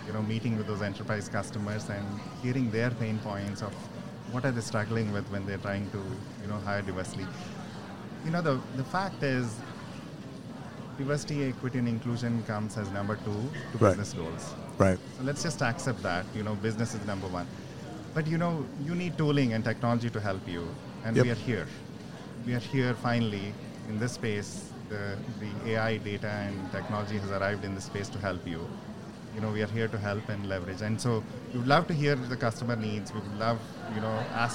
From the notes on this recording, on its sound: Live from SHRM 2022.